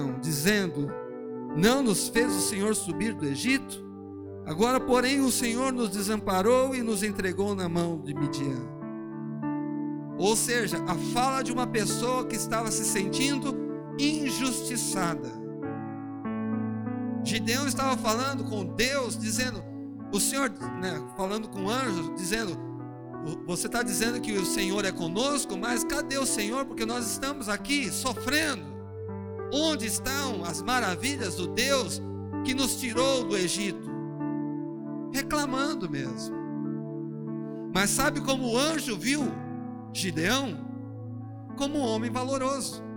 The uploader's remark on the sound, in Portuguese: Áudio do culto de Santa Ceia, realizado na Quadrangular Vila Mara